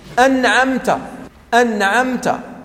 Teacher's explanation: الميم هنا ليس عليها الشدة، ولا هي مدغمة ولا هي مخفات، وبالتالي تظهر بلا غنة، ولكن يستحيل أن تكون الميم موجودة بلا مطلق غنة، لأن الغنة من خلقة الميم، الغنة من خلقة الميم وخلقة النون.